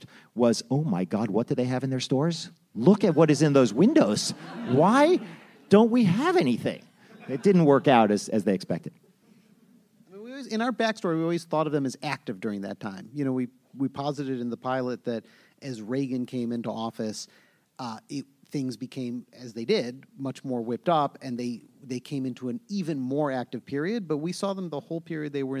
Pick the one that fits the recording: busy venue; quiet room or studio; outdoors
busy venue